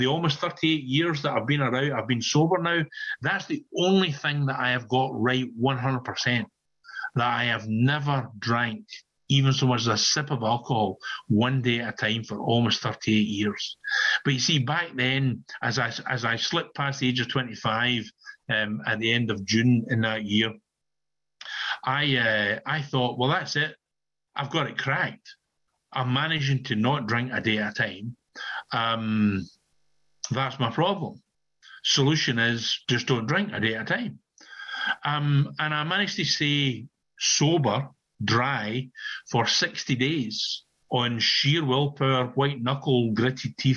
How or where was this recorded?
video call